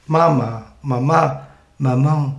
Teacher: La nasal bilabial M imita el moviment dels llavis del nadó en el pit de la seva mare i la A és la vocal d'obertura màxima, la més audible de tot l'espectre vocàlic.